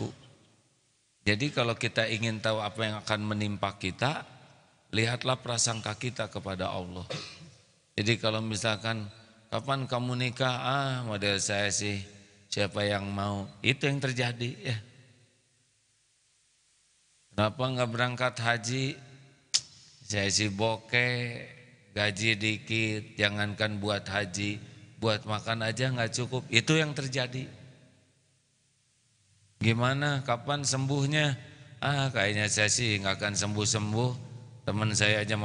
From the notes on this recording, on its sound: LIVE dari Masjid Daarut Tauhiid Bandung